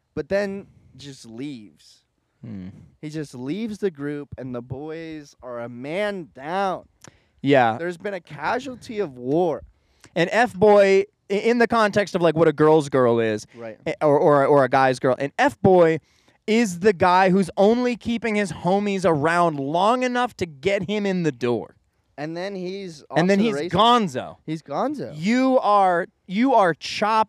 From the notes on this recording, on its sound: Yes, we know the audio is a little punchy… ANYWAY, this week we’re comin at ya live from OUTSIDE the studio considering its exactly 102 degrees.